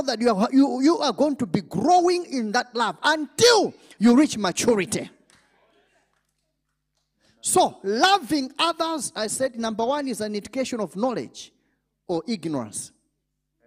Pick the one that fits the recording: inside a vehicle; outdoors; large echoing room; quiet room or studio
large echoing room